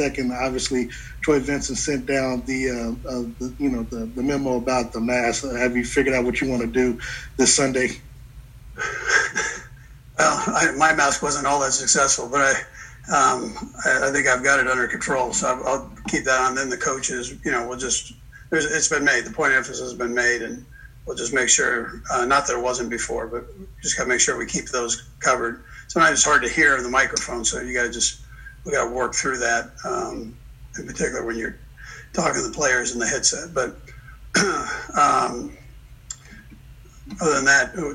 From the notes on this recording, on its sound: in a conference call with reporters